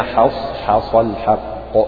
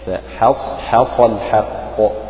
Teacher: فترقق الحاء مع المحافظة على تفخيم الصاد وتفخيم القاف · Term: ترقيق الحاء